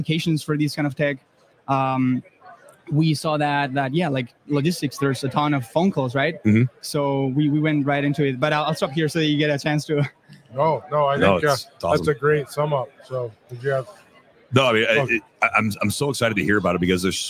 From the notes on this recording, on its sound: The Driving Forward Podcast broadcasted live at Manifest.